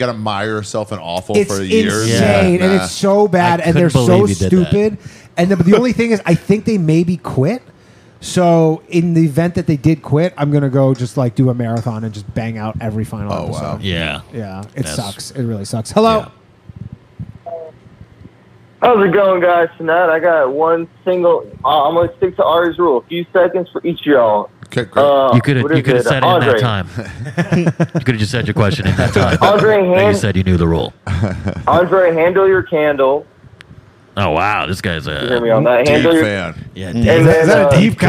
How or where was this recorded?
phone line